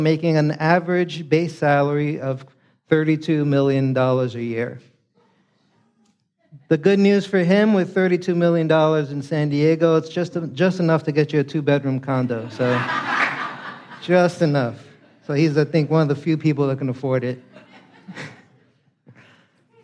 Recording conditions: large echoing room